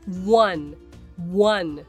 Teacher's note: 実は1の前に小さい「う」が入る感じそして最後に「n」を添える感じ